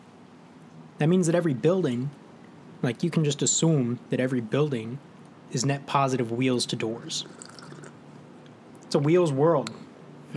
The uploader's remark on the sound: Two friends drink some coffee & tea, but it's outside this time!